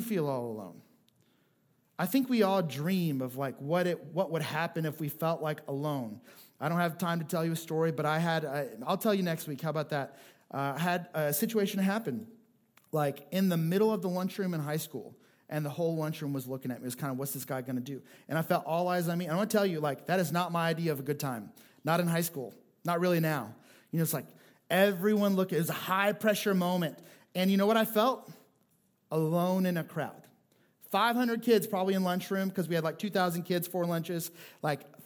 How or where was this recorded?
large echoing room